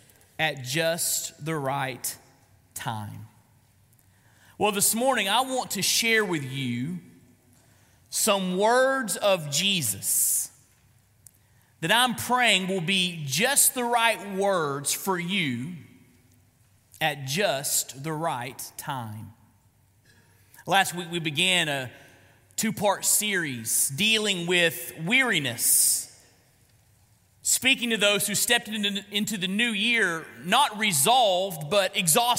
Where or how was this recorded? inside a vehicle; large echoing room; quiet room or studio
large echoing room